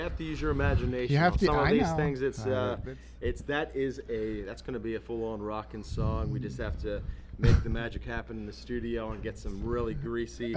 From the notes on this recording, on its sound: at Flying Dog Brewery for a live acoustic performance and discussion